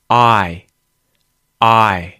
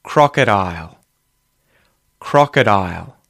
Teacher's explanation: And the I sound is a diphthong as well in Australian English.